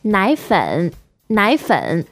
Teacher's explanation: So nai is third tone, fun is also third tone.